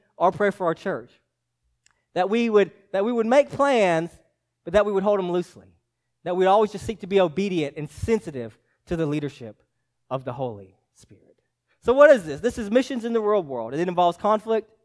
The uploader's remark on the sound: preached to Hillside Baptist Church in Eastman, GA on 2/25/24